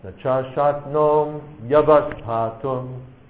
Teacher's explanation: So just treat it like a Y and join it to the next, to the following A · Term: Sandhi